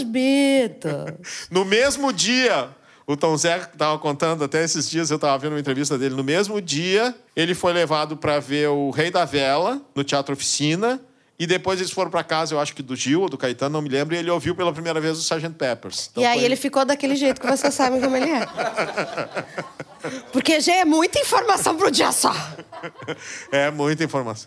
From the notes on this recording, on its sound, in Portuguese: O programa, gravado na Fábrica do Futuro com plateia presencial.